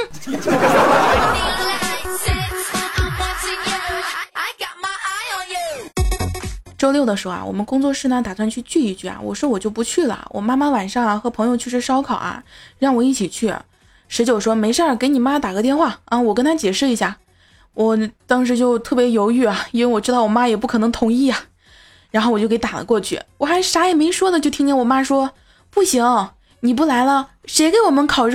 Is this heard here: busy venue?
no